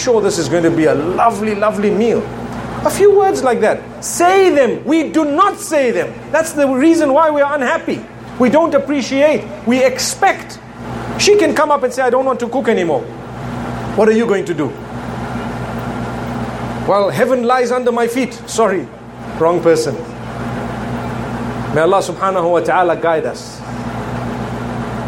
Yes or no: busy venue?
yes